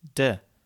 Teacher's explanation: the articles are sometimes all simply pronounced as de, as opposed to der, die, or das